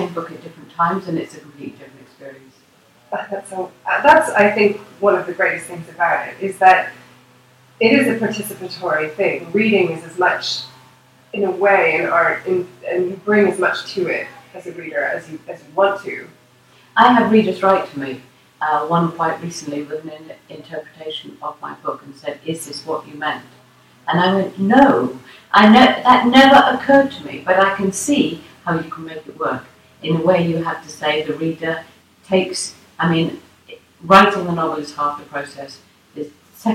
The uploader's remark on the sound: Thankfully, I was able to borrow a friend's microphone and made my way across the city to record this conversation. I hope you will forgive the slightly informal audio, I think what we talked about is worth turning up the volume a little bit for.